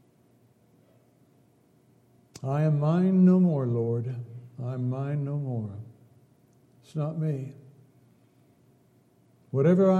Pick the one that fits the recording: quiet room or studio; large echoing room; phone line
large echoing room